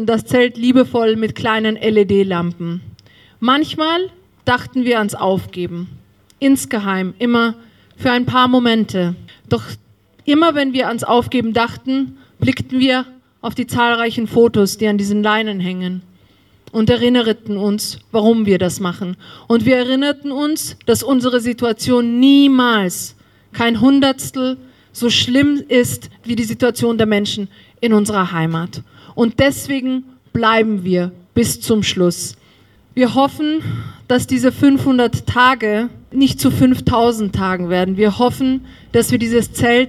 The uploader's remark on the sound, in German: Ausschnitte aus der Kundgebung (die meisten Reden – aus urheberrechtlichen Gründen ohne den Ton von zugespielten Videos und ohne Musik). Bei der ersten Zwischenkundgebung ist das Aufnahmegerät beim Einschalten vorübergehend eingefroren.